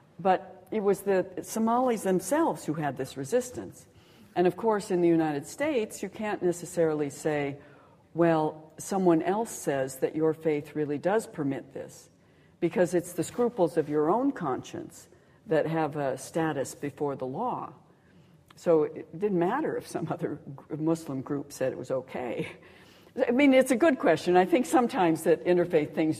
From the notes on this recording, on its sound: Recorded on 30 April 2009 at The University of Edinburgh.